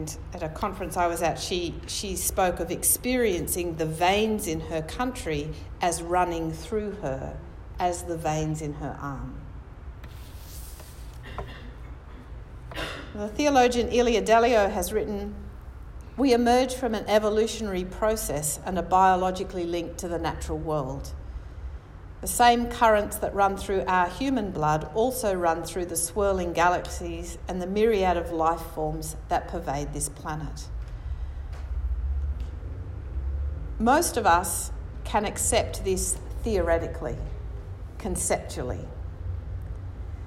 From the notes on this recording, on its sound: National conference Adelaide 2018